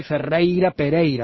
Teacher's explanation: el gallego dice Ferreira Pereira, lo conserva muy muy nítido el diptongo